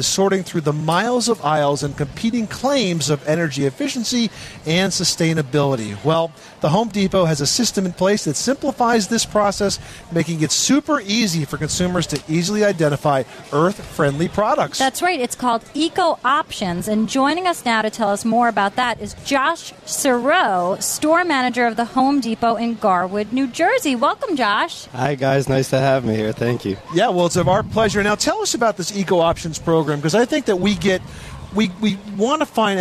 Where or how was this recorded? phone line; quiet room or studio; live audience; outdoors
outdoors